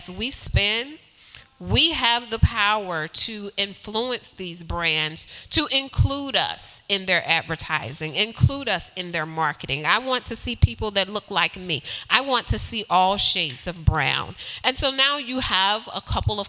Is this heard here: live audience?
yes